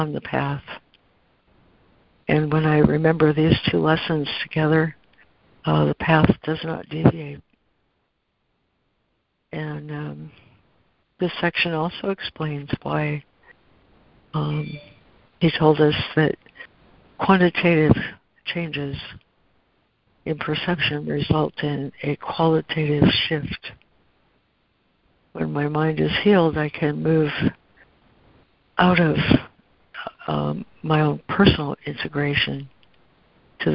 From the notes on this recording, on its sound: ACIM Daily Conference Call